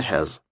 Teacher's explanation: То же самое произошло, это называется редукция, то есть урезание, и то же самое произошло и со словом «haves». У него в серединочке просто выпало вот это «v», и получилось или осталось «has».